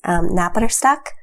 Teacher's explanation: it's got consonant clusters, it's got that rolled R